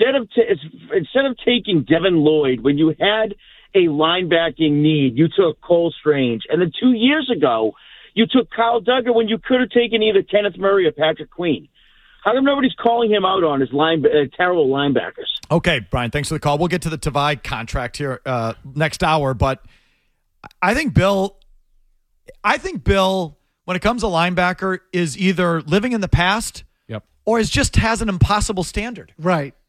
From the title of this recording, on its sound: Callers Weigh